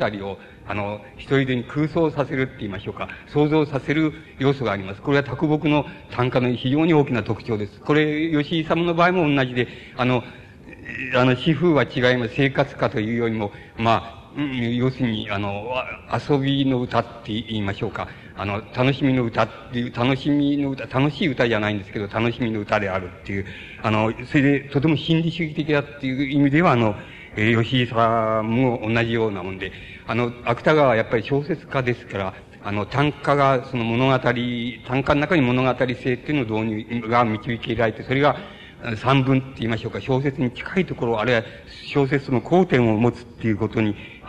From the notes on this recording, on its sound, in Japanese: 主催：斎藤茂吉記念館 場所：山形・上山市民会館。斎藤茂吉の生まれ故郷である 山形県上山市の 斎藤茂吉記念館によって行われた 斎藤茂吉追慕全国大会での講演。たいへんクリア。